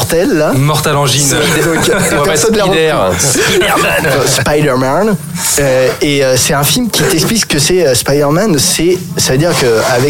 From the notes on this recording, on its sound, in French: Enregistré au Hurling pub (8 Rue Descartes, 75005 Paris), le samedi 15 décembre 2018.